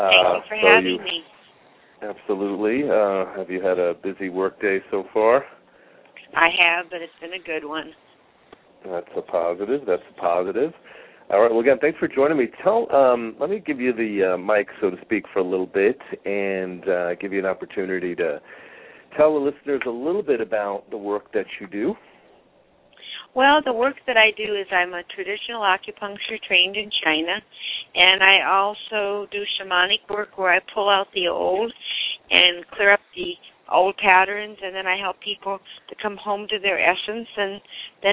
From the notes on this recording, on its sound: Callers with questions or comments are encouraged to call in live, or to ask questions in the chat room. Halfway through the show the phone lines will open for question for my guest.